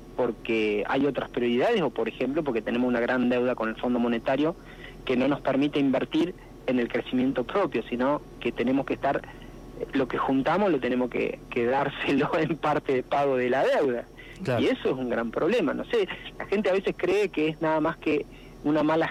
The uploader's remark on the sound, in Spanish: Tuvimos una charla telefónica